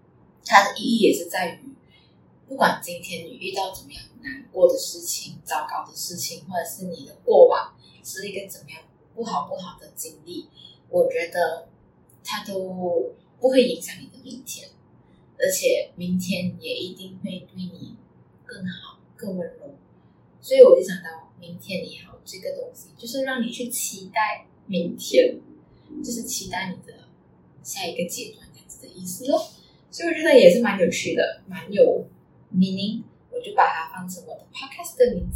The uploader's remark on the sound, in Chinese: 真的很抱歉第一次的录音没有呈现最完美的状态，杂音的部分请多多包涵！